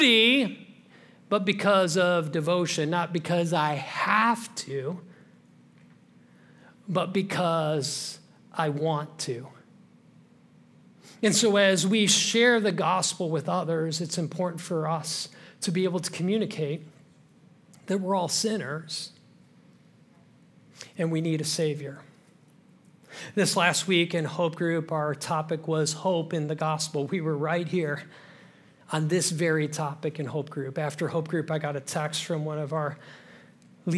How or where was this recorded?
large echoing room